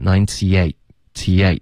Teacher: 那个98之间还是要有一个添加的 y 的音